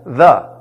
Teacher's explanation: You put your mouth, your tongue in a TH position and come out with a D behind it. · Term: the Greek D